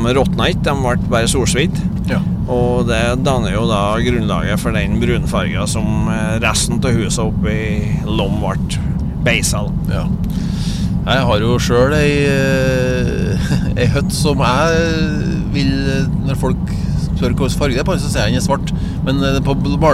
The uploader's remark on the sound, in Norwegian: For første gang har vi spilt inn en artipodd i turnebussen langs E6.Naturlig nok noe bakgrunnsstøy...